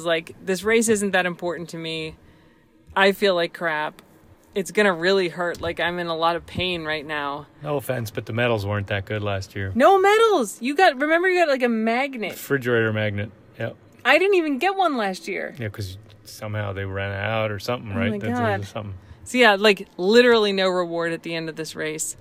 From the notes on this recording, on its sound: We recorded this podcast in the car because we needed to talk about the DNF (did not finish).